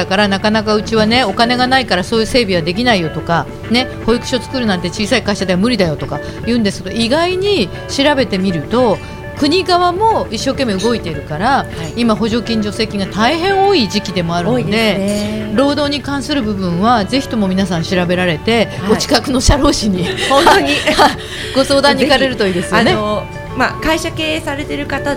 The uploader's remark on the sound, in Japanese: 麻布十番商店街入口にある、ビストロ「蝶蝶」にて行われた公開収録の模様をお送りします。